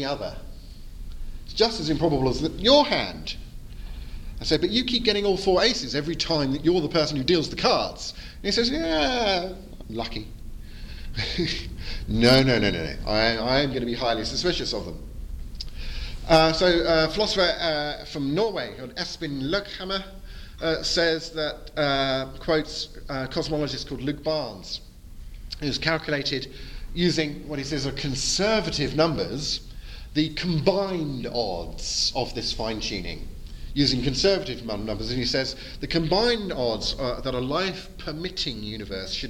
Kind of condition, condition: setting, live audience